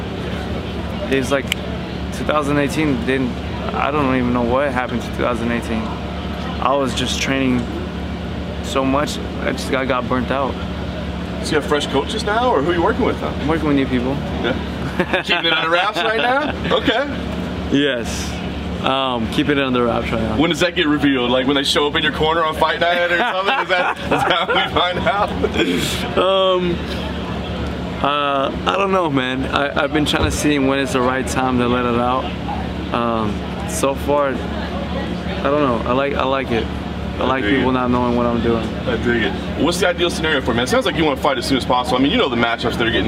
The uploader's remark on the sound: he checks in from a media day at American Top Team in Florida